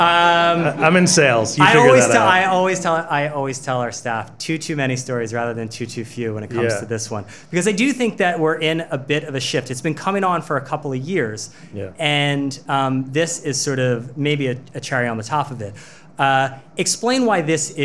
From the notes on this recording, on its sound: At a Digiday Live Podcast event on Jan.